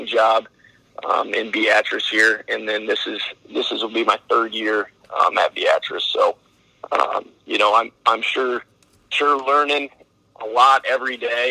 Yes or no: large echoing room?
no